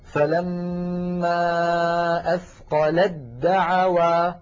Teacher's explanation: كذلك المثال الأخير قوله تعالى فلما أثقلت دعوا، دعوا الله ربهما، أثقلت أيضا آخرها تاء ساكنة، ودعوا أولها دال متحركة والتاء والدال من المخرج عينه، لذلك نحول التاء إلى دال ثم ندغم الدال في الدال فيكون النطق هكذا، فلما أثقلت دعوا، لاحظها أثقلت دا، يعني ما بقي تاء أبدا، لكن لو وقفنا فلما أثقلت ننطق تاء.